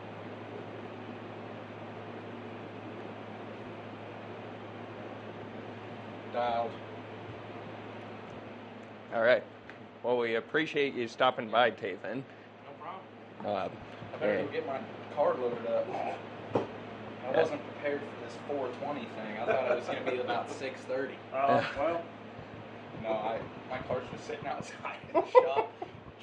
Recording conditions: busy venue